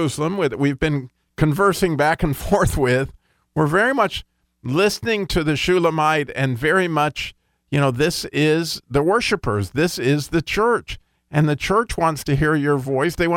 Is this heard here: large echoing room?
no